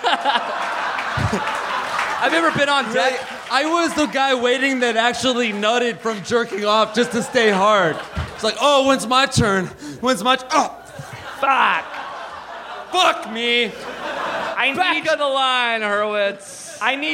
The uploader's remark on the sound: Live from Montreal!